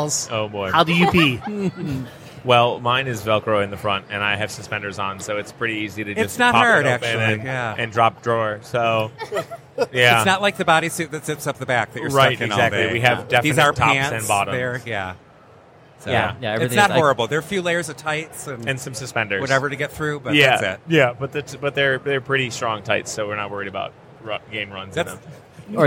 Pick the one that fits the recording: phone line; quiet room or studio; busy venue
busy venue